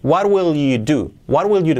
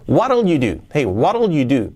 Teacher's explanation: Podemos decir what will, what will, what will, o lo podemos contraer incluso este what y ese will podemos hacer what'll · Shown in: second take · what'll, what'll you do.